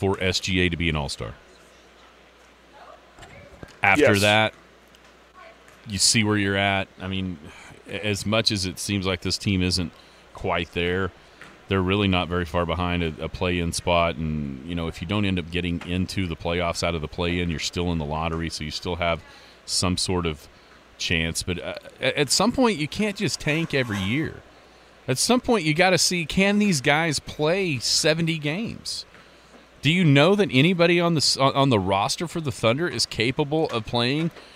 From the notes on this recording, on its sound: live at the Merritt Classic.